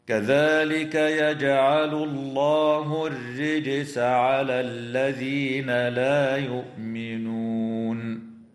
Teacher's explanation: وفي كلمة الرجس، وتفخم اللام في اسم الله لوقوعها بعد ضمة، وترقق الراء في كلمة الرجس وصلا ووقفا لأنها مكسورة · تقلقل الجيم في كلمة يجعل وفي كلمة الرجس